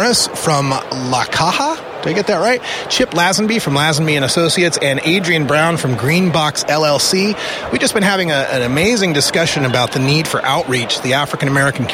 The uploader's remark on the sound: From the 2016 Cannabis Collaborative Conference in Portland